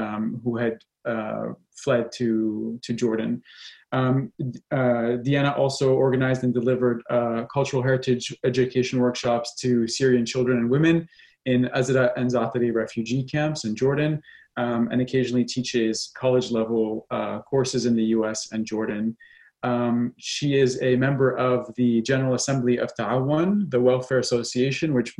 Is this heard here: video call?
yes